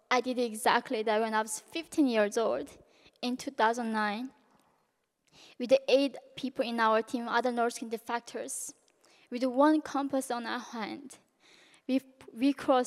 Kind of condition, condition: setting, live audience